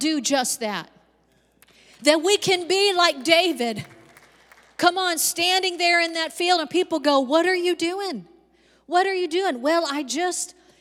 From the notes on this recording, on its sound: Recorded live on 2/13/22.